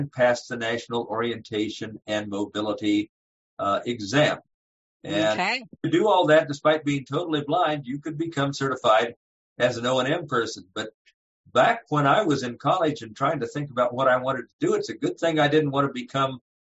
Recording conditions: video call